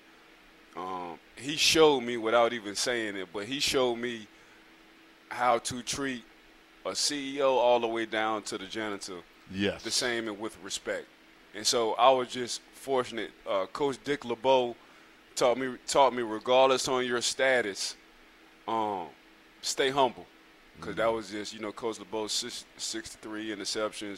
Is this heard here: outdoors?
yes